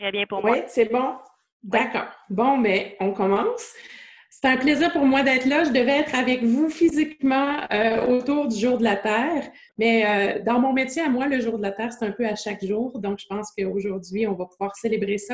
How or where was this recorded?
video call